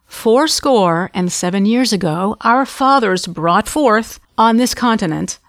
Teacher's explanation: Now, listen to my inflections. They go down at the end.